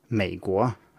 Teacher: Meiguo is just low, or low falling if you want to be very picky about it. · Term: low tone